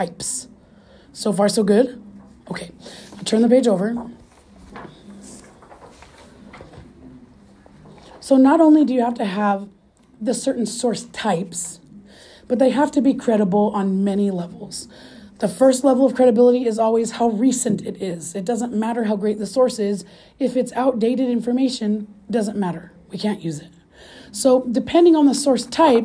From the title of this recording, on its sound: In-Class Lecture